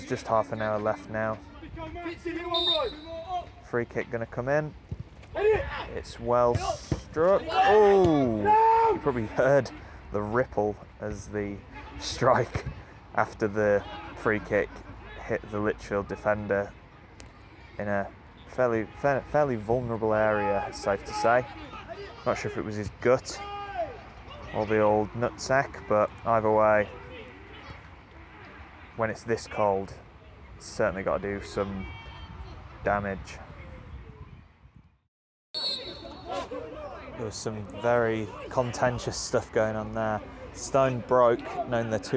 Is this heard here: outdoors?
yes